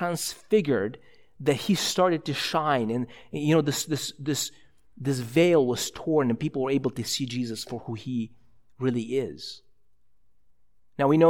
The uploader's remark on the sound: a sermon preached at ILOE Church in Bellevue, WA